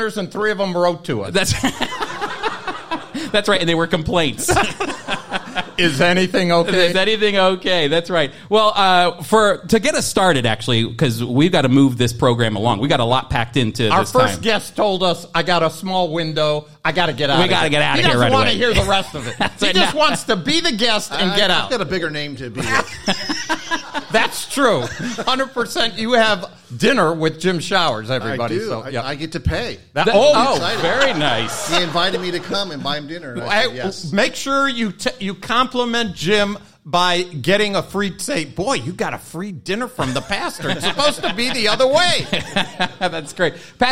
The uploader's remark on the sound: With a live studio audience.